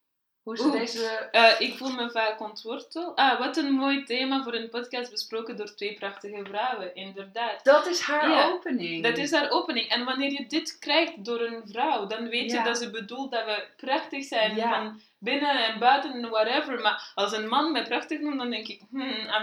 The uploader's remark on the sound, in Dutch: EXCUSES VOOR HET GELUID! We hadden een verkeerd knopje ingedrukt...